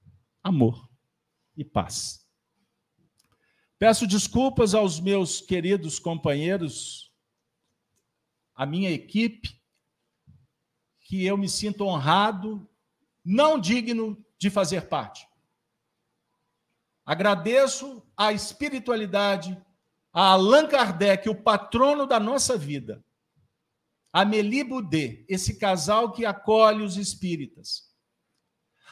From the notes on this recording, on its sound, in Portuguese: Reunião Pública realizada na Fraternidade de Estudos Espírita Allan Kardec com público presencial, transmitida pelos Canais GÊNESE e RAE TV.